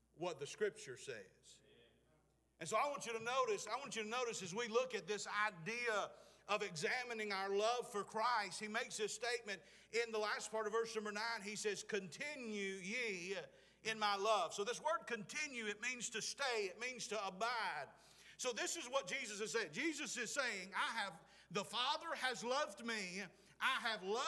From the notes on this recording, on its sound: Preached at Clifton Baptist, Forest Ms.